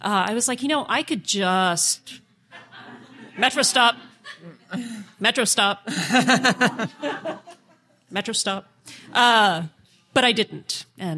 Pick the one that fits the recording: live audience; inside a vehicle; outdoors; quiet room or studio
live audience